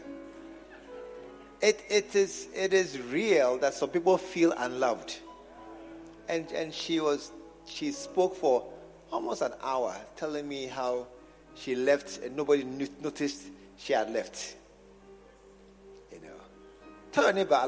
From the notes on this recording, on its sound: preached at the True Vine Cathedral, Bantama